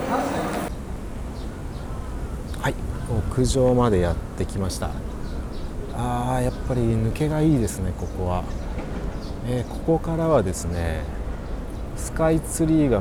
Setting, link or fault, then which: setting, outdoors